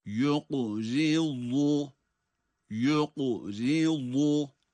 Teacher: Gördüğümüz gibi kaf harfi cezim ile kalkale ve kalın. Yoku, yoku, zi, ra ince, sonra yine vat harfi kalın ve ötre ile okunacak.